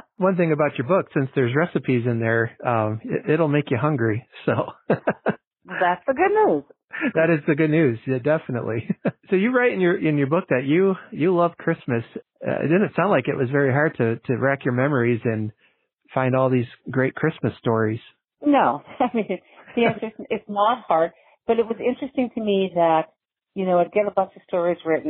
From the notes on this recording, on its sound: I have a phone interview.